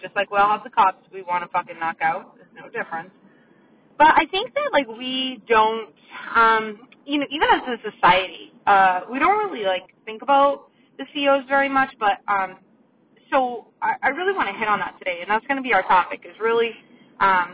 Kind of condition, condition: setting, inside a vehicle